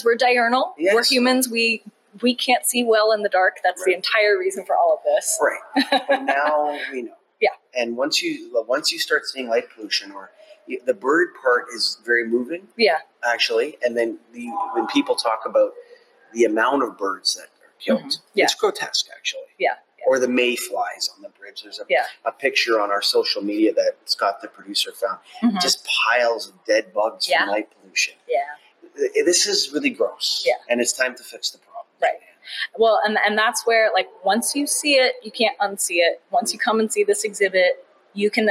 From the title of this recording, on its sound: Live from The Smithsonian Museum of Natural History